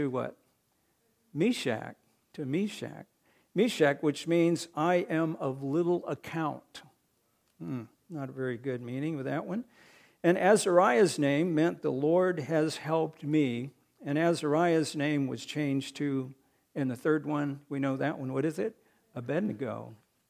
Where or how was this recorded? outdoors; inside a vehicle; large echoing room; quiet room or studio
large echoing room